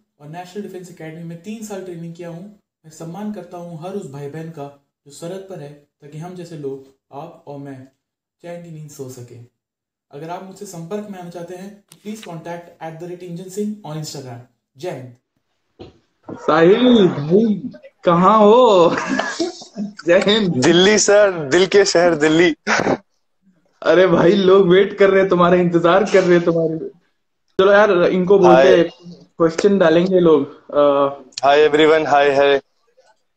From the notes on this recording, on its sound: This was part of Insta Live.